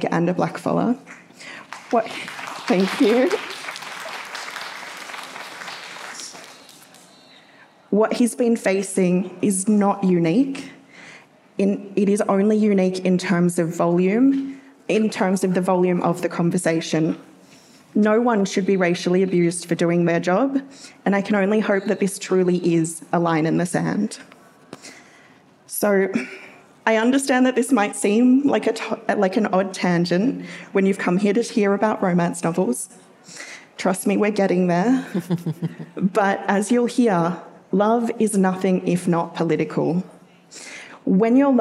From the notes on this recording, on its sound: For a panel event. This episode was recorded live at the 2023 Sydney Writers’ Festival.